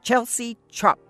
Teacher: each word begins with the affricative ch sound and the last word ends with the stop plosive p. That combination of consonants evokes the auditory image of the action of the cutting.